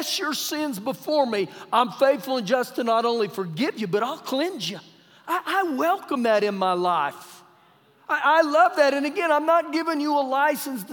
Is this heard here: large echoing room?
yes